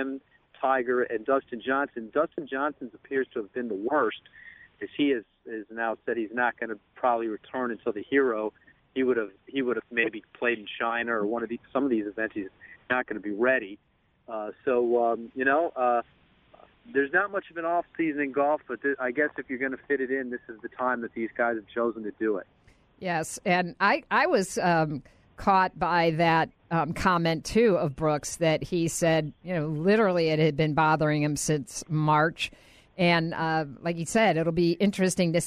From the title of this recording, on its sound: emotional phone call after winning the Safeway Open